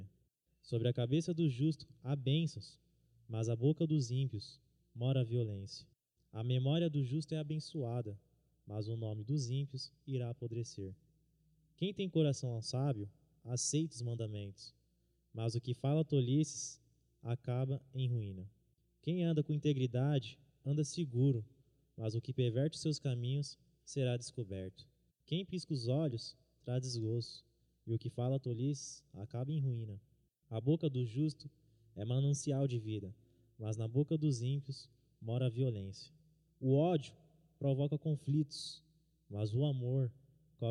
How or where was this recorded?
large echoing room